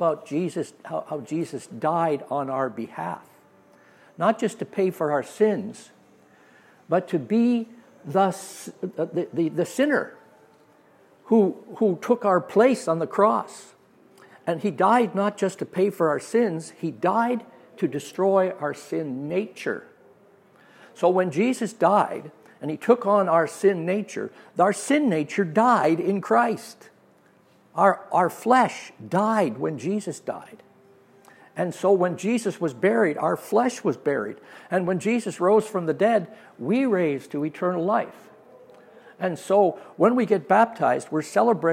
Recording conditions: live audience